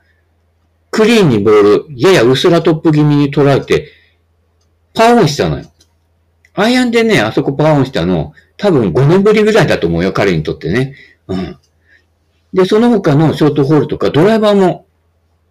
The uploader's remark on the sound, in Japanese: 音質低め音割れありモノラルカセットテープくらい？